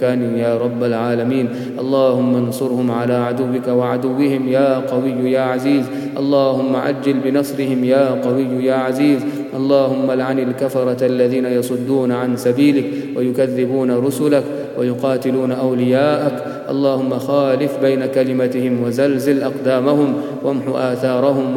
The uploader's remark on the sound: Qiyam-ul-layl. At the Houghton Masjid (West Street).